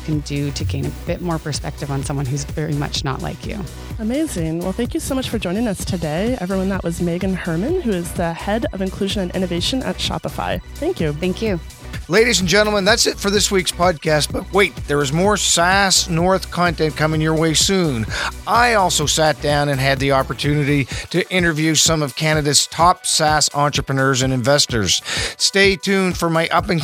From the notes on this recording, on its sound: the Startup Canada Podcast Show attended the SaaS North Scale-up Conference, Canada’s largest SaaS conference